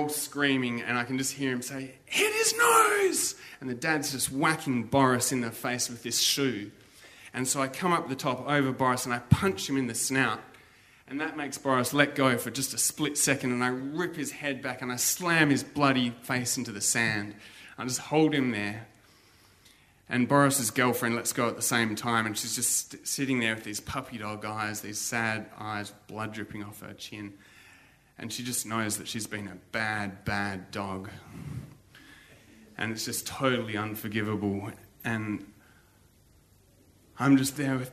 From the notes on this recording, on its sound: Barefaced Stories are told live on stage at a tiny pub in the huge state of Western Australia.